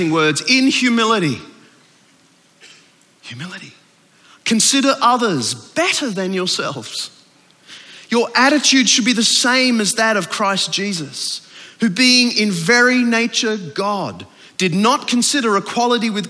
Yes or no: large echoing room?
yes